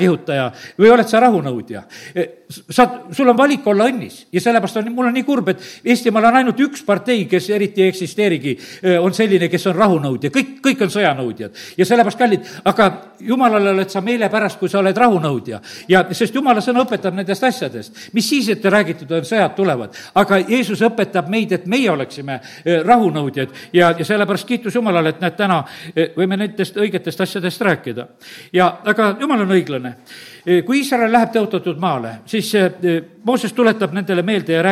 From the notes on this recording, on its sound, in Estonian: Audio salvestus koosolekult